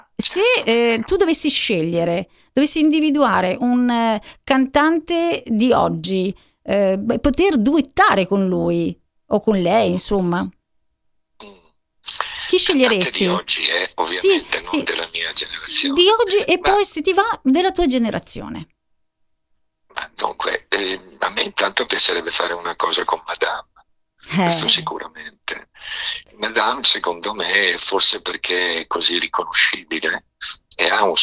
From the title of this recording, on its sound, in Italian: INTERVISTA TELEFONICA